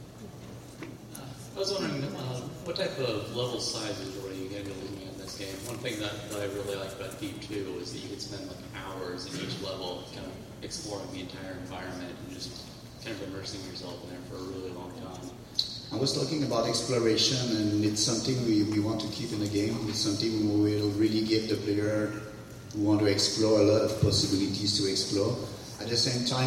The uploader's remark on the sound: A panel hosted by Thief Game Director. Hosted at San Diego Comic Con 2013.